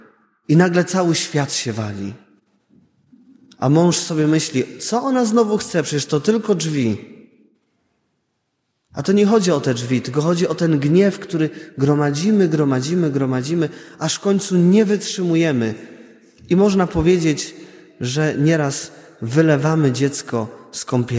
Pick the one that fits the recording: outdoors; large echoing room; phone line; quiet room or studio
large echoing room